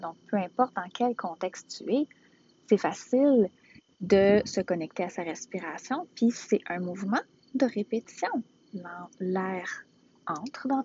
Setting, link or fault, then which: setting, outdoors